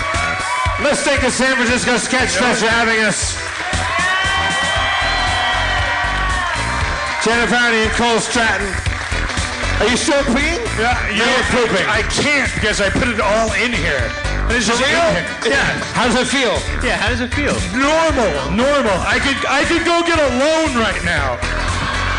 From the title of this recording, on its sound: LIVE at San Francisco Sketchfest 2016!